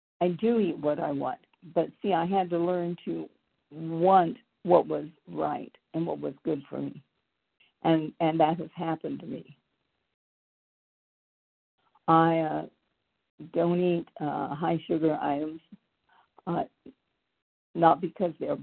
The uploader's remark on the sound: the 100 Pounders Phone Meeting, 9/23/23